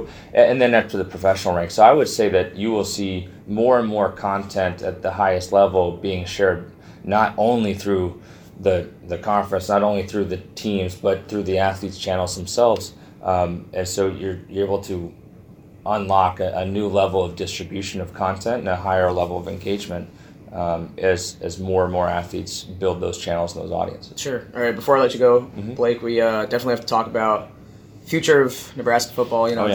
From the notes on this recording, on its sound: in New York City at the Hashtag Sports conference